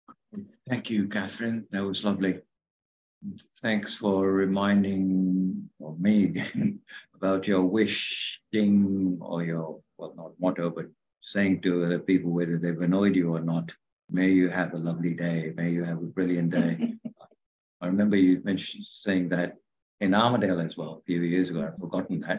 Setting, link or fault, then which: link, video call